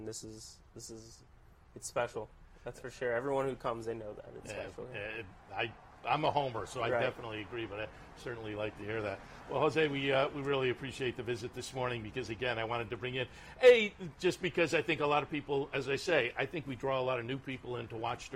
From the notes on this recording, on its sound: live from Saratoga Race Course